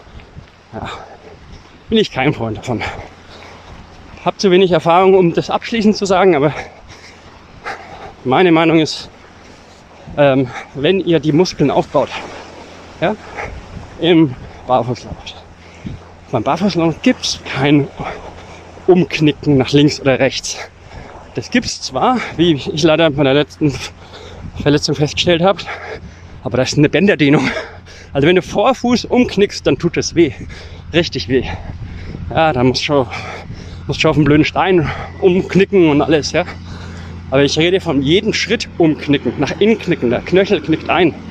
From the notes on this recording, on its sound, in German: Seid "quasi" live dabei, beim Barfuß laufen am Strand.